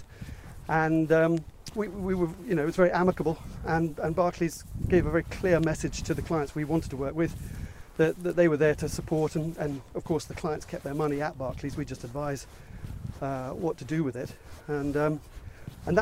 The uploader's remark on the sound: Walking around Ardington House in Oxfordshire